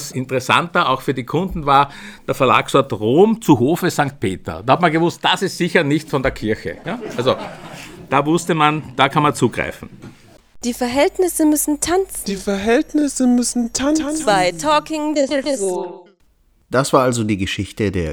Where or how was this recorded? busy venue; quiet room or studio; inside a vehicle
quiet room or studio